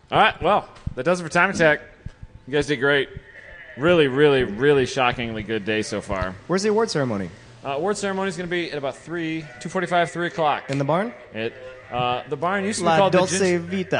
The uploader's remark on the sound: Rainy day coverage at #Gridlife Special Stage at Gingerman Raceway.